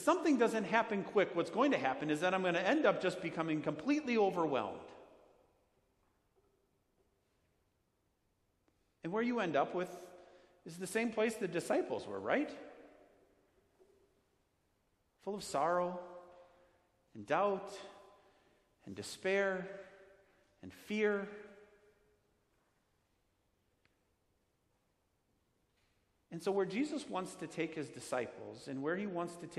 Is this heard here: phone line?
no